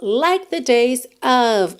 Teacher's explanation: Que é O-F, mas a pronúncia é A-V, né? Não é um O mesmo, é um A-A, aquele som mais bobo